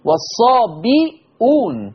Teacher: حفص قرأ بكسر الباء وضم الهمزة والصابئون، بينما ورش عن نافع قرأ بضم الباء وحذف الهمزة.